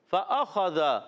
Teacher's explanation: وہی فا کی ادائیگی فا اوپر والے دانتوں کنارے نیچے والے ہونٹ کے تر حصے سے